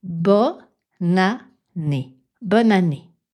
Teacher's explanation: « bon » au féminin devient « bonne », et « année », le premier son, c'est un « a » qui n'est pas nasal.